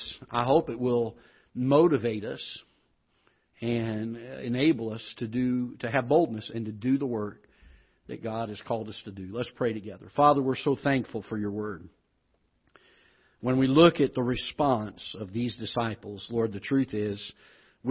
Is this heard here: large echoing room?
yes